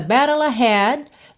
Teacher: Aqui é bem interessante como ele muda a pronúncia das palavras e a gente tem realmente as duas possibilidades. Então, na primeira vez, battle, ele usou rarará para esses T's